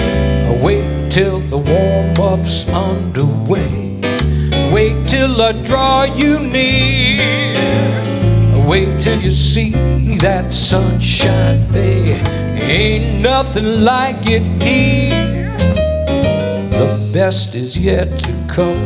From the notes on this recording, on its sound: Live at the SouthPoint Casino